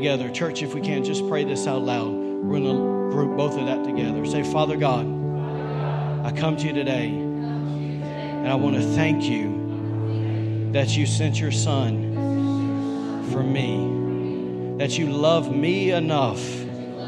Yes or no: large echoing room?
yes